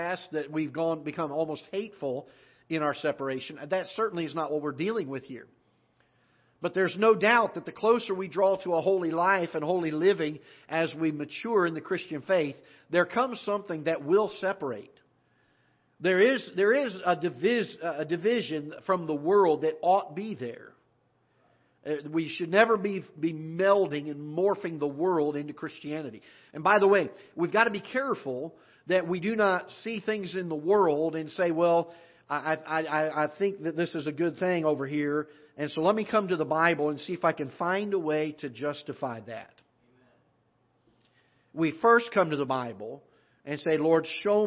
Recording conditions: large echoing room